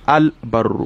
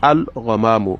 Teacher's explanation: The lamun comes out clearly and manifestly. · Term: Lamul Qamariya